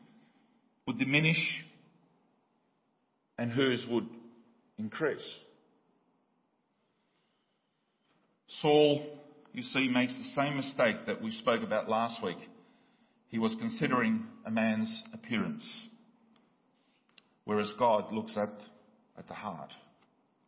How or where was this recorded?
large echoing room